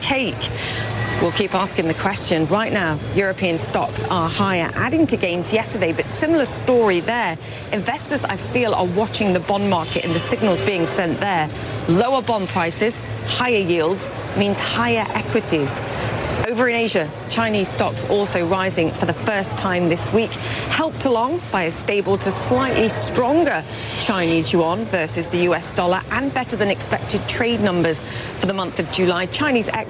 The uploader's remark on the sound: Live from the New York Stock Exchange.